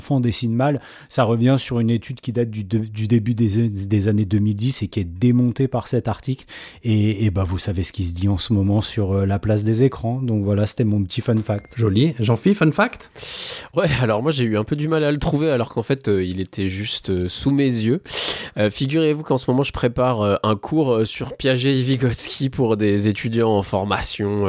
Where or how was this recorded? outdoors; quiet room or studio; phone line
quiet room or studio